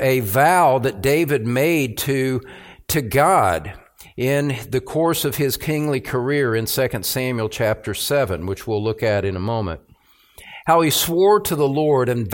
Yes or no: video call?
no